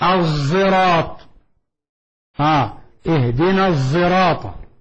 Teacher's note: فإذا لفظ الصراط في ثلاث قراءات، بالصاد الخالصة وهي قراءة الجماعة عفص ومن وافقهم، الصراط وبالسين الخالصة وهي قراءة قنبل عن ابن كثير قراءة متواترة، اهدنا الصراط وبالزاي المشمة بالصاد المشمة صوت الزاي